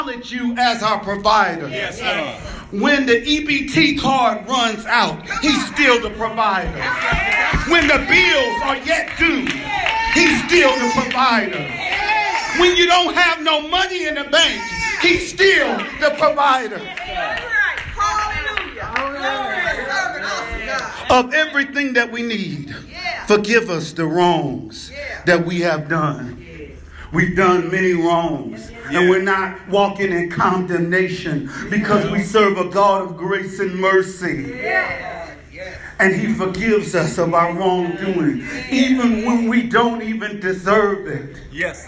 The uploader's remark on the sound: It was preached before a Live audience in Kansas City.